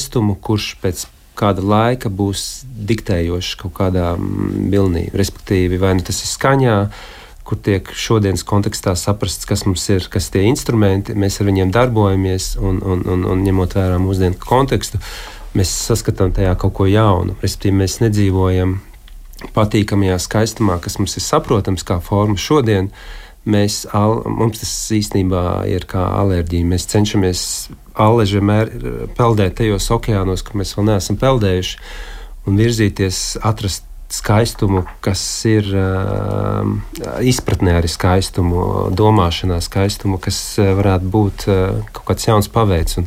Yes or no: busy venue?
no